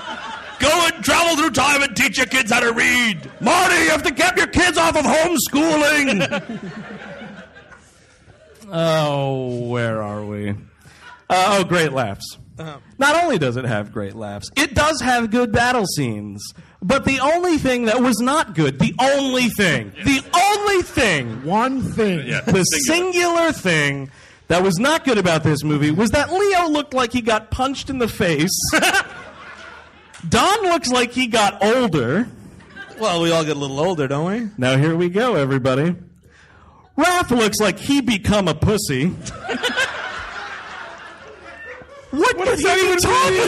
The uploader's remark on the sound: Recorded live in Rochester. The gang treks out to the Little Theatre.